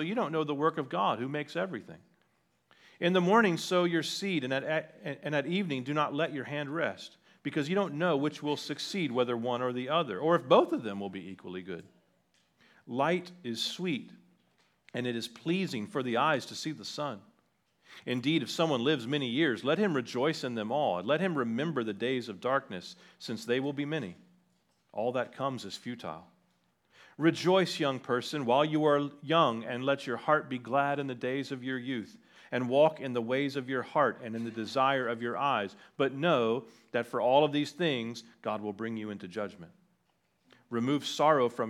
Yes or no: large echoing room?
yes